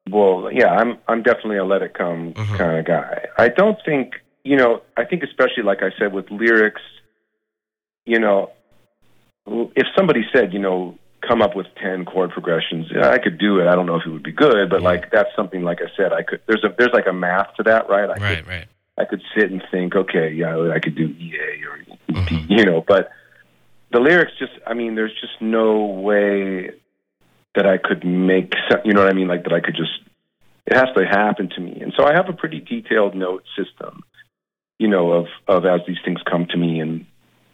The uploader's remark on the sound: chats on the phone